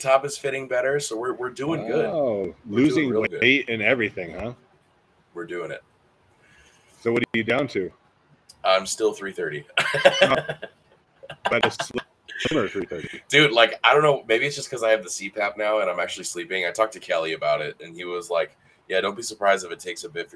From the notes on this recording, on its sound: Live from the new Industry Strength.